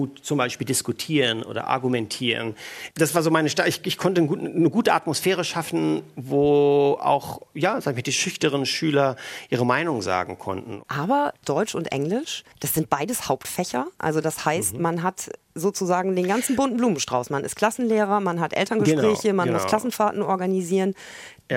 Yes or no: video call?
no